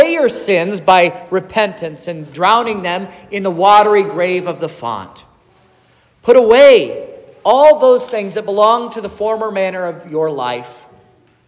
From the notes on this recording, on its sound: This is the sermon preached at Trinity Lutheran Church in Vallonia, Indiana, on Sunday, October 22nd